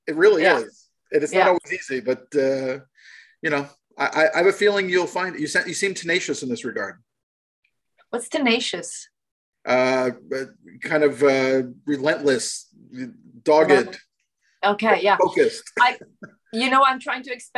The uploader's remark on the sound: Shot via Zoom, January 2022